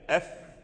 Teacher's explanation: الفاء يخرج من الشفة السفلى ورؤوس الثنايا